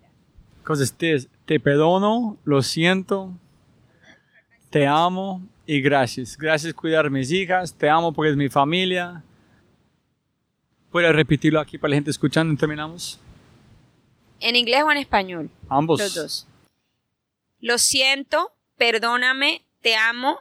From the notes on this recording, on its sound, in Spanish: Grabamos este podcast en uno de los lugares más gloriosos de Colombia, la playa de Costeño Beach en Santa Marta. Grabamos esta conversación tendida en la playa frente a su casa, mirando el mar.